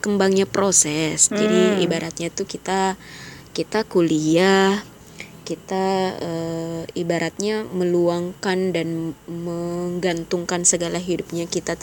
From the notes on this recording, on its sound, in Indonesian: Maaf ya jikalau sound nya kurang enak di dengar, masih banyak noise ya karena keterbatasan device dan kita juga terhalang jarak.